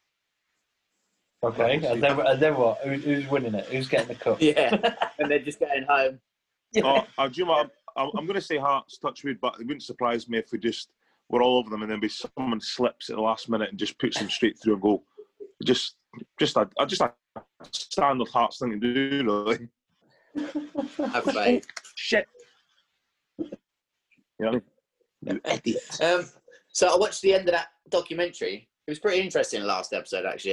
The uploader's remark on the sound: as they chat over zoom